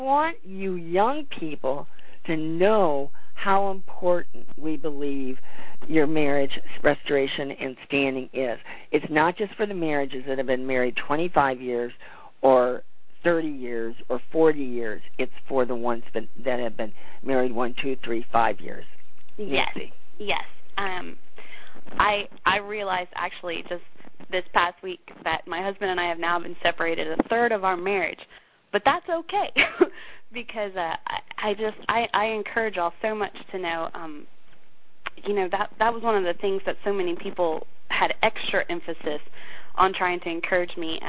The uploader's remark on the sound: CONFERENCE CALL.